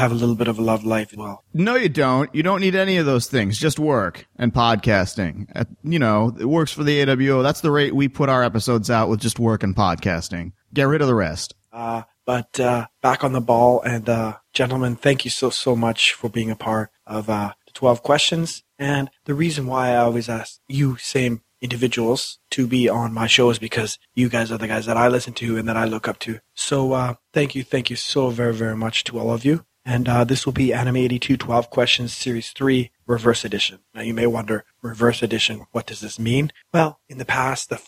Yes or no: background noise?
no